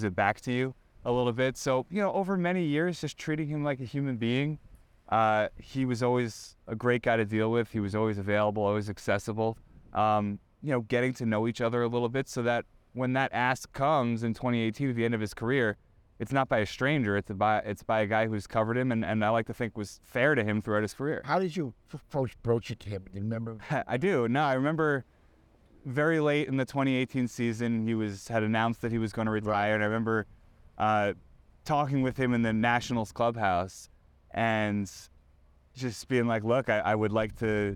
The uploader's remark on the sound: Recorded inside Clover Park at Port St.